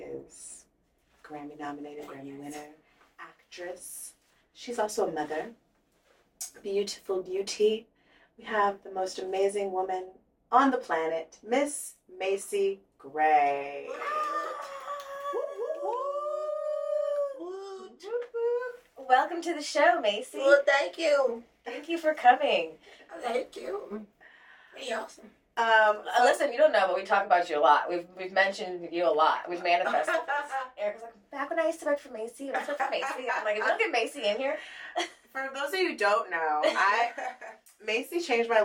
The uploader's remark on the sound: Mercury retrograde tried to come for us and we lost our audio for this episode. Please excuse the audio quality.